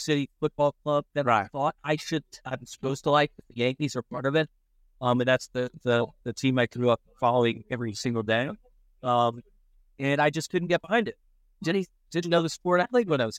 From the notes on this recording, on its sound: An apology for some of the audio when recording outside. We tried something a little different out on location to mixed results, but thanks to all the fans that came to chat. Heads to a local resident's house party to sample the Chapel Hill hospitality and hear from American fans.